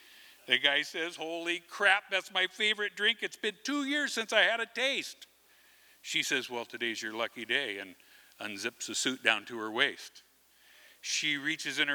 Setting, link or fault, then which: setting, large echoing room